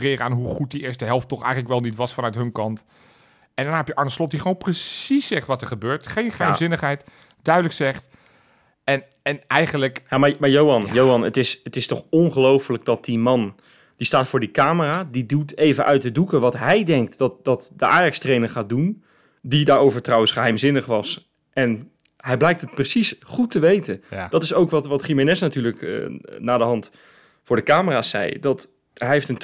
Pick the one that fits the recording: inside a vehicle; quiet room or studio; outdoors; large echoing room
quiet room or studio